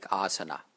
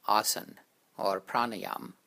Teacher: This has to do with the differences among the various Indian languages. In Sanskrit itself, the last A is always articulated, but in many regions of India, people commonly drop it. · Shown in: first take · Term: trailing A